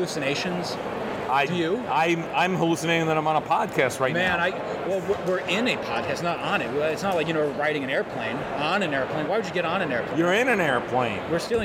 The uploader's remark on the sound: we present some of the audio we recorded at New York Comic Con 2021!